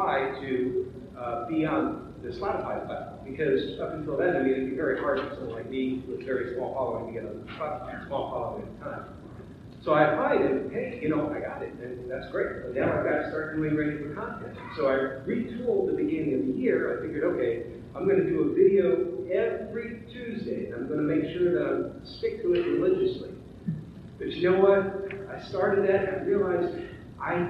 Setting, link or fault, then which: fault, poor sound quality